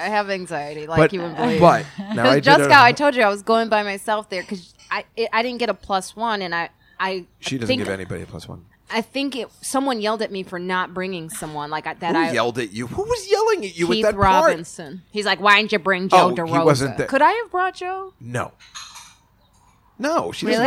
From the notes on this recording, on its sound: Live From the Comedy Cellar. Join us live upstairs at the Comedy Cellar in the West Village.